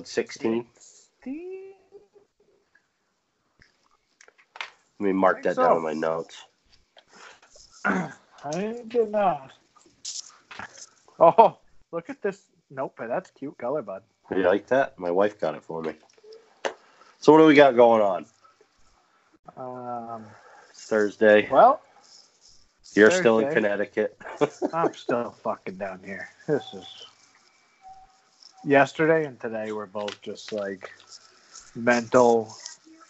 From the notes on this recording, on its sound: This episode is brought to you but the way of SKYPE!